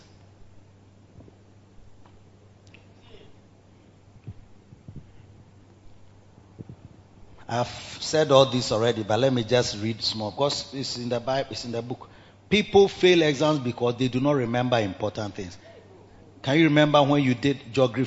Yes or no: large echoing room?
yes